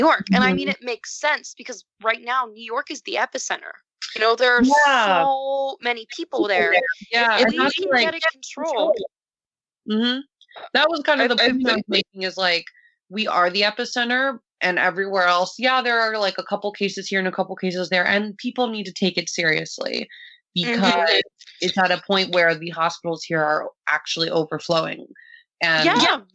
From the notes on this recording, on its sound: This recording is the first of many virtual recordings to come.